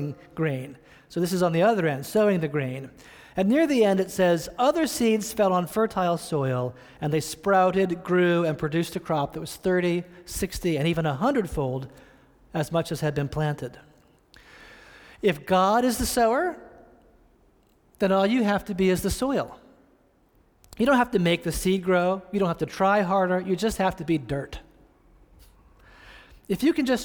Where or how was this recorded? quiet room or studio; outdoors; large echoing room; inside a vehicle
large echoing room